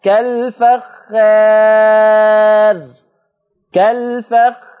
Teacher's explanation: شوف انت لما رققت الالف، ها شوف لما انت قللت الالف رققت الراء، ولذلك بقول لك حكم الراء وقفا. الترقيق لانه يلزم من تقليل الالف الماديه ترقيق الراء وقفا. طول ما انت بتقلل الالف ووراها راء لازم الراء دي تترقق، لاني مش ممكن اعرف افخم راء وقبلها الف مقلله ابدا، مستحيل مستحيل.